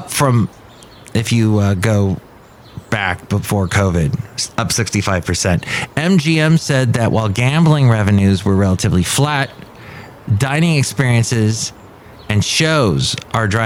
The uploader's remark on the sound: podcasts live from Café Anyway